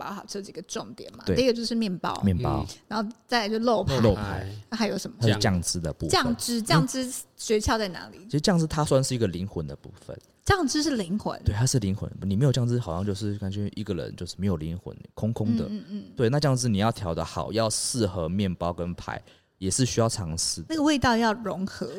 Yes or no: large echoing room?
no